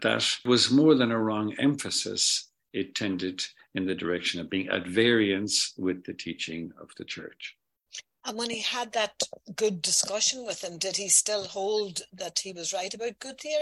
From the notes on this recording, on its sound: In this zoom interview.